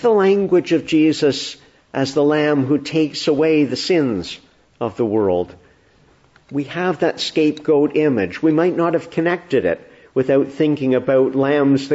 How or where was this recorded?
large echoing room